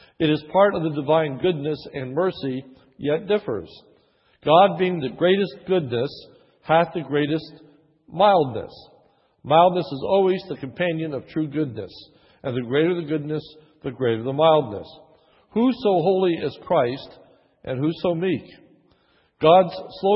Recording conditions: large echoing room